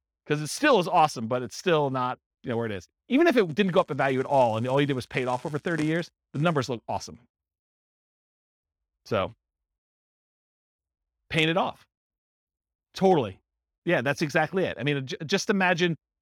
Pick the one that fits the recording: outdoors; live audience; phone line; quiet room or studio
live audience